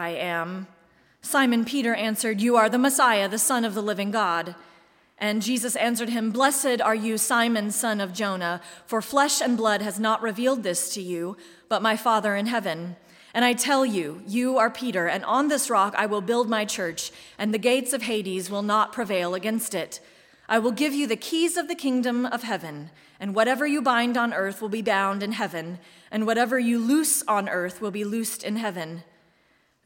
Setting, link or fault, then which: setting, large echoing room